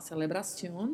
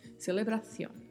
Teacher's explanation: Pode-se falar celebração ou C tendo o som de S mesmo, ou então celebração com o som gerado com a língua entre os dentes, semelhante ao thank you do inglês · Shown in: second take